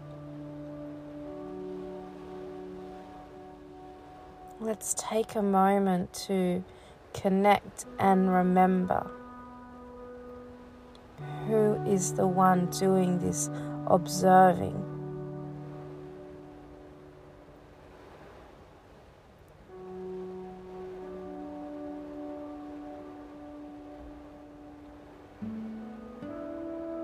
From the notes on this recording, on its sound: It’s was raining pretty heavy the other day as I sat in the car I recorded this little piece for you! You can hear the rain pretty heavy in the beginning then it starts to ease.